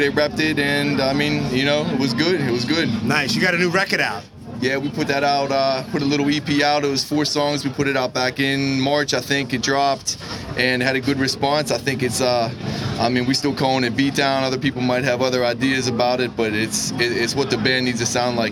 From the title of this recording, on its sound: Live from This Is Hardcore 2019